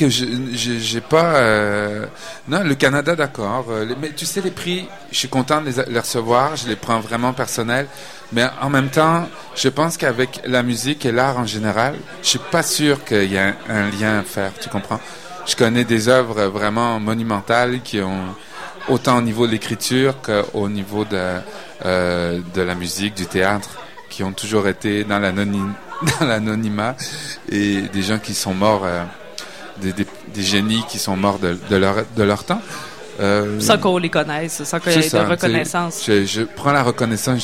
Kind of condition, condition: setting, busy venue